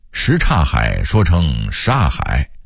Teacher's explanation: 因为这个地名来自周边的古刹。但许多北京人却刹与煞不分啊，连公交车的售票员在报站名的时候也说什刹海。北京人在说什刹海的时候，因为语速快，会把什刹变成一个音煞 · Term: 变音